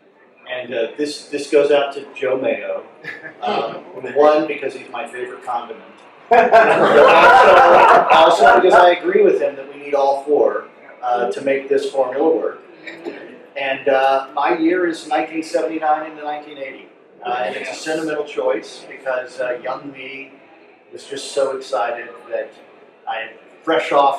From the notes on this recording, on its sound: Live from the NY Fest for … Fans. In the Palisades Ballroom at the Hyatt Regency on the Hudson in Jersey City, NJ, Talk More Talk revisits the year 1973 in front of a live audience.